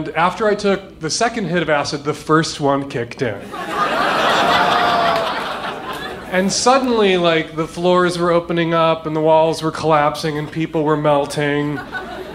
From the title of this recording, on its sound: Live From Seattle